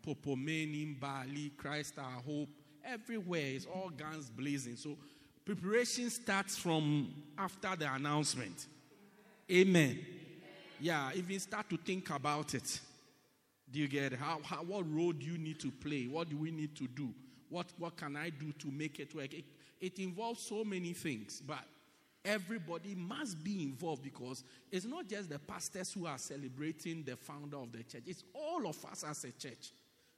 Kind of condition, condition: setting, large echoing room